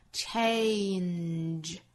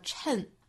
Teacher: 注意是 a 这个双元音之后再过渡到鼻音的 · Shown in: first take · change 不要直接读成了 chain 不是 chain 而是 chain can change the course of the future